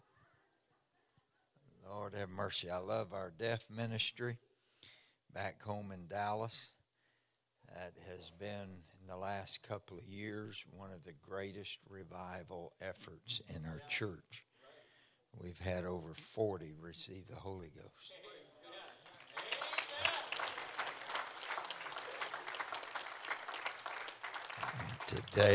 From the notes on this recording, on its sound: for the Sunday morning service at Mission Point’s Missions Conference 2023